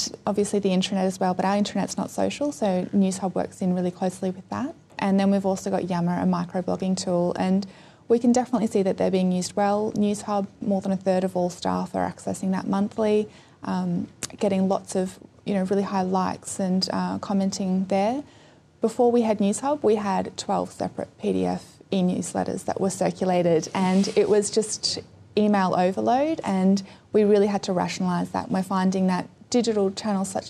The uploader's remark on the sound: This interview is taken from a live webstream at the ACT Digital Hub in Gungahlin Library back in 2014.